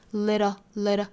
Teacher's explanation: TL 组合就不是舌边爆破的发音方法了，而是美音里头的独特的 flap T 的发音方法。它其实主要呢，难点就在于里面的这个字母 T,里头要发 flap T,就是弹舌音。那我们发的时候呢，是 the, the, the, the, the, 是舌尖的位置和硬腭轻轻的一弹而过